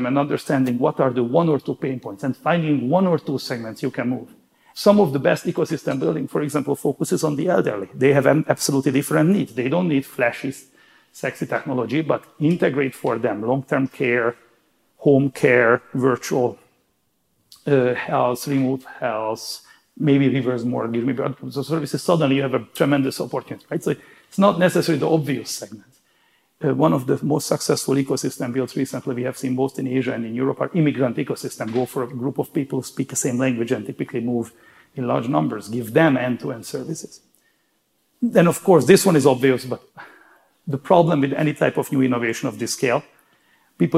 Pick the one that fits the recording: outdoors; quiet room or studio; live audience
live audience